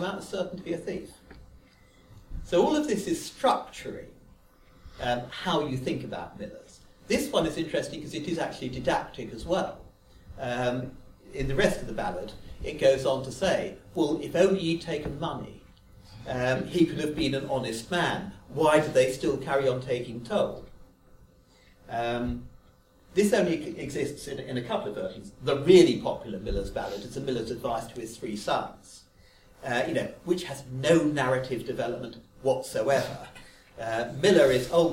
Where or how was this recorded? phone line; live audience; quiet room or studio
live audience